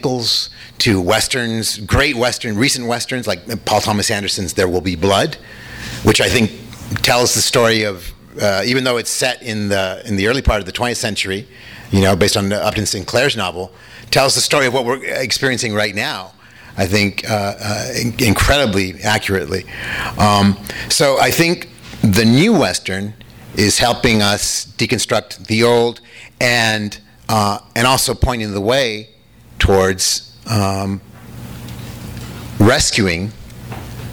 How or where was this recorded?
live audience